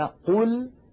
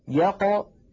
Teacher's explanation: القاف المضمومة أفخم بقليل من القاف الساكنة . أقل المراتب أن يكون حرف الاستعلاء مكسورا، وذلك نحو قوله